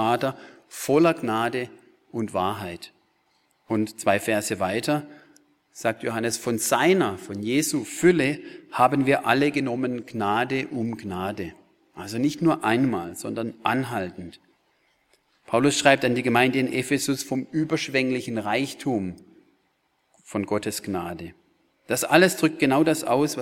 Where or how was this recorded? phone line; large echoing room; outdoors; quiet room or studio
large echoing room